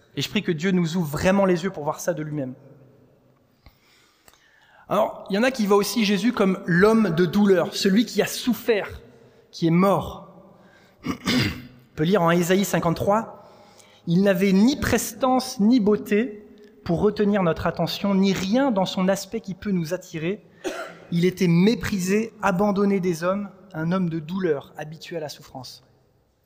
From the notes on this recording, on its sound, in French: Enregistré à l'église CVV